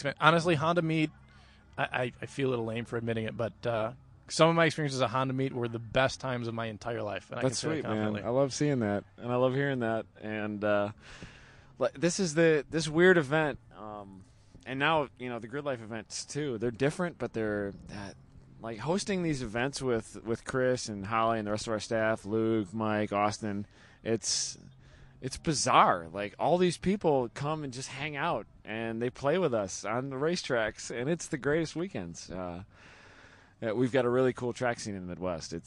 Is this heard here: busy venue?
yes